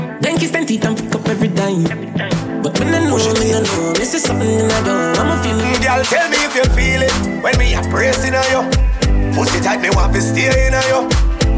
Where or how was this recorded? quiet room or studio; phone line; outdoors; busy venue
busy venue